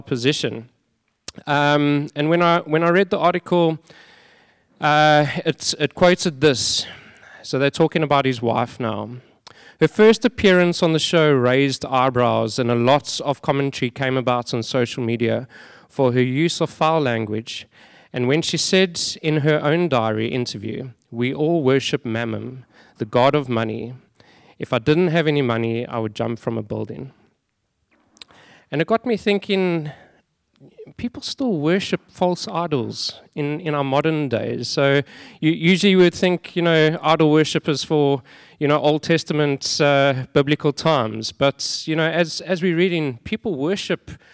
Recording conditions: large echoing room